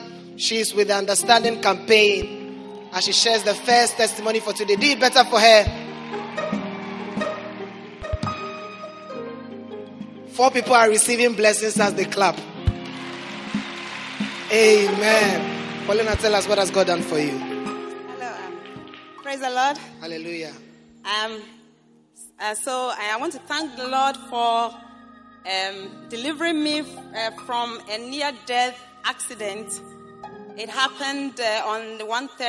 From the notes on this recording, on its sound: Preached at the Prophetic Encounter Service.